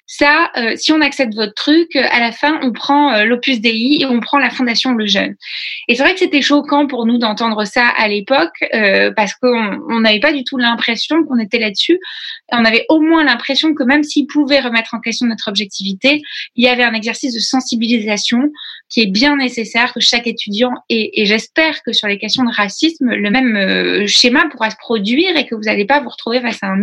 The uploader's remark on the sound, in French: sur Zoom pour un enregistrement en public le 9 juin 2020